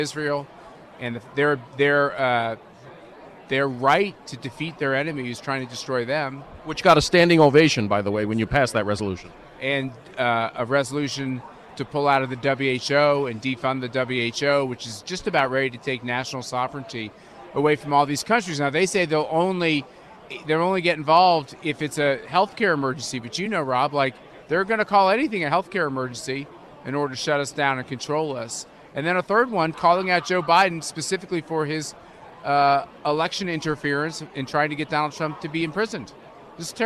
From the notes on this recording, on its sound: does his show live at CPAC